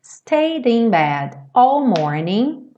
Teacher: E aí lembra que você não fala stayed, esse é não é pronunciado, e aí você já junta o d direto no in bed